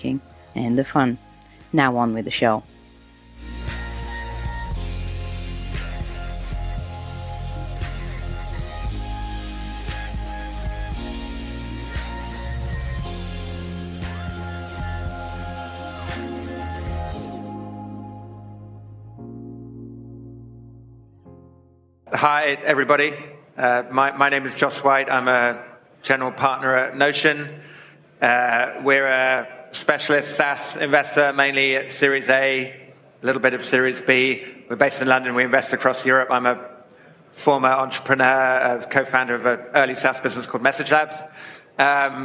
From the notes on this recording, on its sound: We take you back to the SaaStock18 stage for a panel discussion on what growth investors look for.